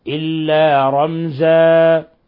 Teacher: إلا رمزا فقط يمد مقدار حركتين بقبض الأصبع أو بسطه، ولا نبالغ في المد · Term: تنوين العوض